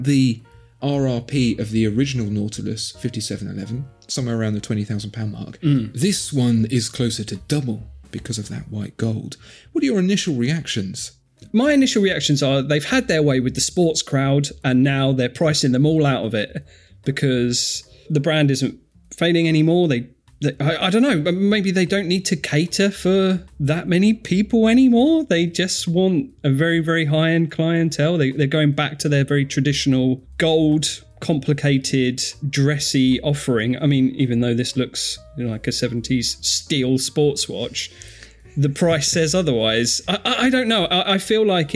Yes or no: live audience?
no